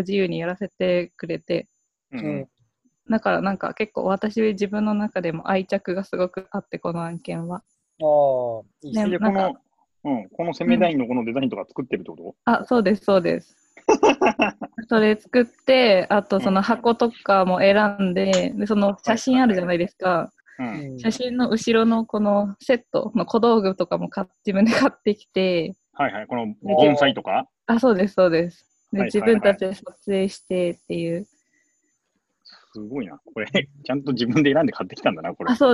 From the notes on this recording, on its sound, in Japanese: オンラインで録音しているので、音がちょっと途切れることがあるかもしれませんが、ご容赦ください。